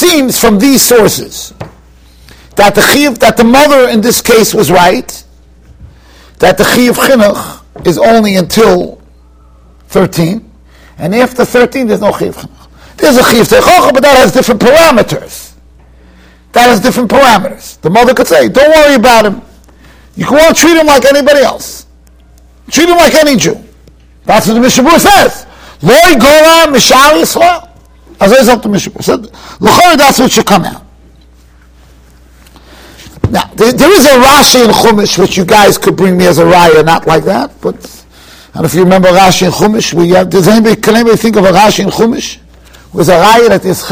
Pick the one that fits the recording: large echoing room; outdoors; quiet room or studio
large echoing room